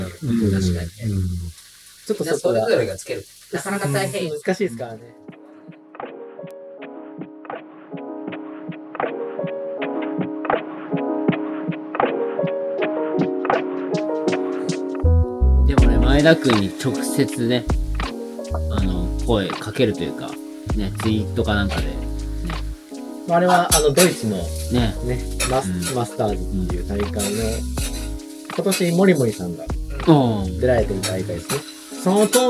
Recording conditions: background noise